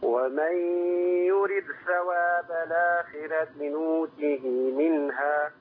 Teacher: بين أو أظهر قلقلة الدال